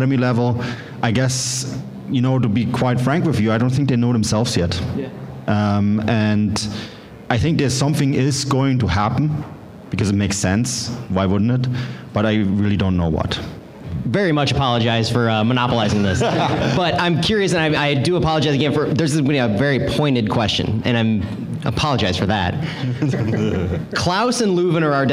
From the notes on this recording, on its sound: The live audio from the pre-match event.